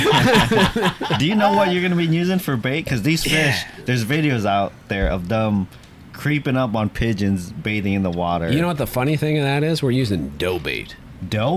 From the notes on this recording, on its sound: We meet up at Johnston Bait and Tackle to have a few beverages and talk fishing!